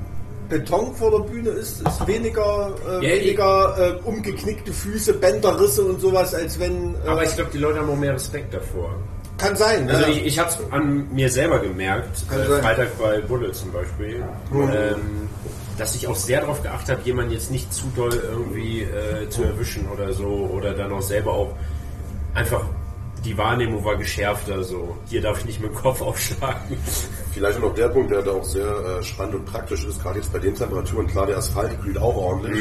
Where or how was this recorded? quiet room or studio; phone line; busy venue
busy venue